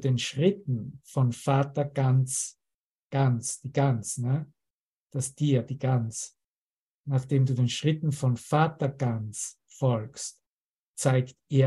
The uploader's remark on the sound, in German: Zoom-Session. Veranstaltet von der Aleph Akademie.